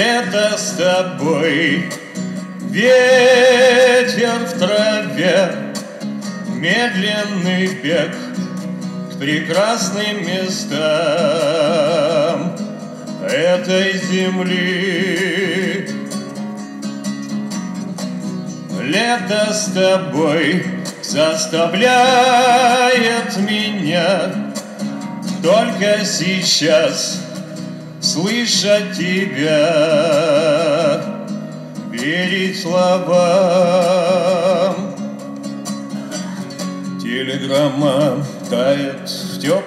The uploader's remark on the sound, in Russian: Концертный зал Радио ВОС представляет.... Запись заключительного концерта Всероссийского фестиваля бардовской песни ВОС «Пой гитара», который прошел в Самаре в начале сентября 2012 года.